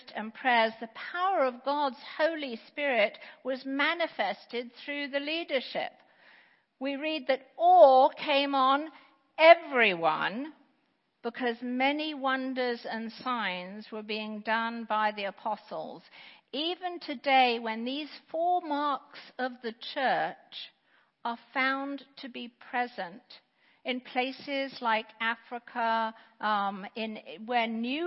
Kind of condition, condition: setting, large echoing room